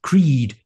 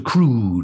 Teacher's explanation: from creed to crude, you've got lip spread to lip round